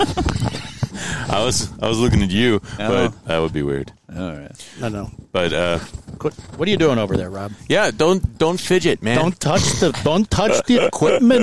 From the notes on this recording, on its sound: The premier episode was recorded at Silver Lake State Park on the shores of Lake Michigan in the State of Michigan.